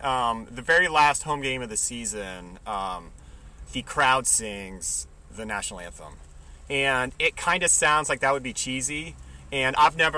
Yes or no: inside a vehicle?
yes